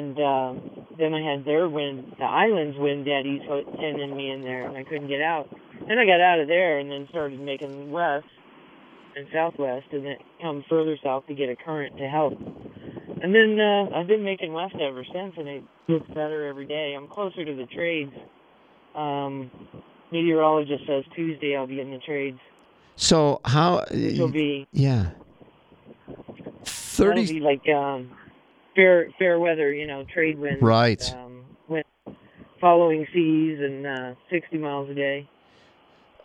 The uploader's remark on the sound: Is in the midst of rowing 3,000 miles from California to Hawaii. She took time out from rowing 12 hours a day to chat with us on her satellite phone.